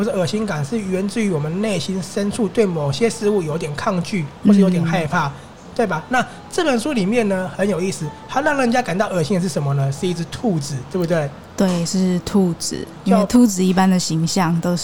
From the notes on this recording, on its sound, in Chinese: 此內容是在INSTAGRAM 進行直播的聲音檔，因為是在一間喜歡的咖啡廳進行直播，所以音質沒有前面節目來的好，也有許多環境中的自然噪音，也沒有經過剪輯就直接上載。